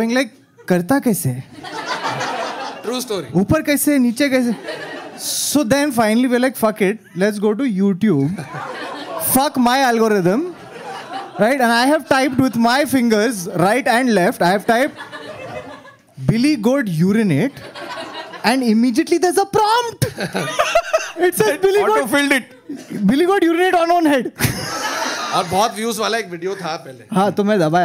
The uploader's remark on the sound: In this live episode, the boys get together.